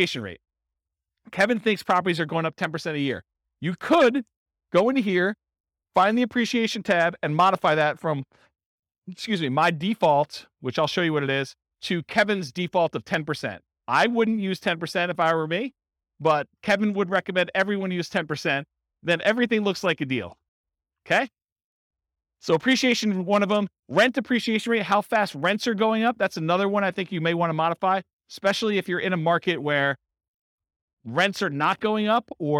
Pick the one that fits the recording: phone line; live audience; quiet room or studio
live audience